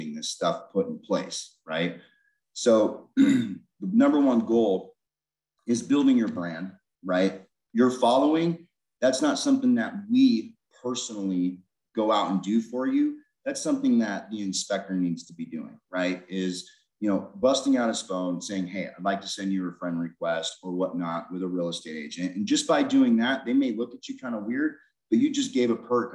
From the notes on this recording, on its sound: free live InterNACHI Webinar